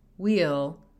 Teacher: When you say wheel, he, like the lips are not as different as you may think, because you're getting a E, you're getting that slight lip pullback that was showing up in the video. But the wa didn't come out like a rounded wa, like if you did it in isolation that it would have.